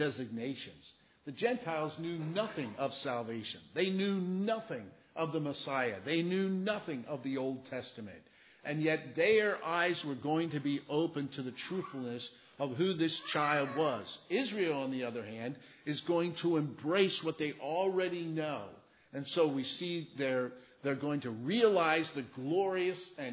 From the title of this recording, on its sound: Christmas Eve Service (Audio)